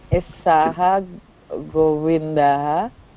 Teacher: Walaupun ditulis V, Govinda, tetapi ya. Itu bunyinya fonemnya tetap W.